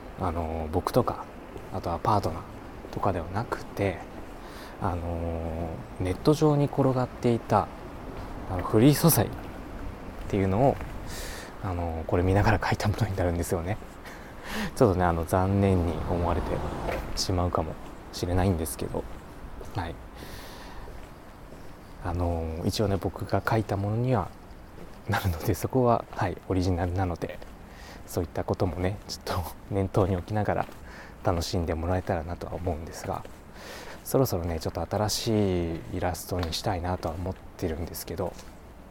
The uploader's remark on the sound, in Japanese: 今回は久々の散歩回。歩きながらぽつぽつとお喋りしました。